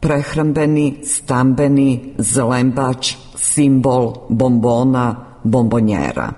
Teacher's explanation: Po glasovnoj promjeni jednačenje suglasnika po mjestu izgovora sonant n ispred dvousnenog b prelazi u dvousneno m.